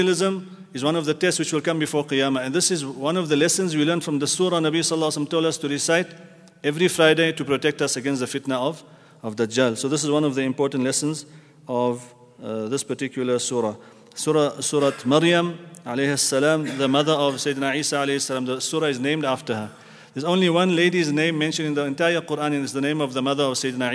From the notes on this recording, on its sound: at the Houghton Masjid (West Street)